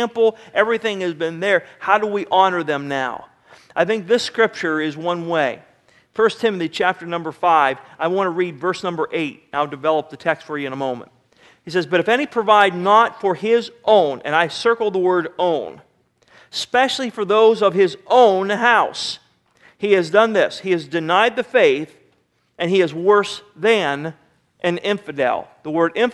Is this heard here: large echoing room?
yes